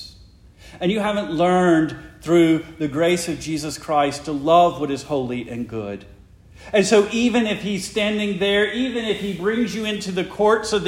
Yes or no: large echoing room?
yes